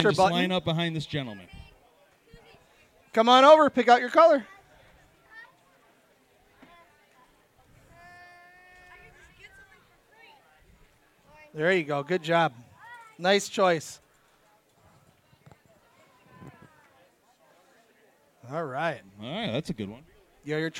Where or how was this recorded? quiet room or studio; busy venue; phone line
busy venue